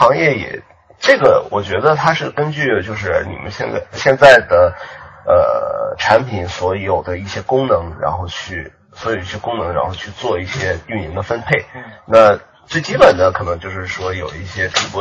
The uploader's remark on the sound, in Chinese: 这期音质很差，请注意了。